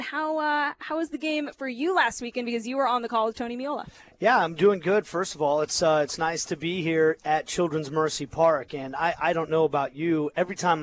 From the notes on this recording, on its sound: live from media day